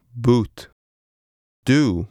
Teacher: The sound U is similar to the vowel sound in the English word boot. In English, a slight W sound accompanies this vowel.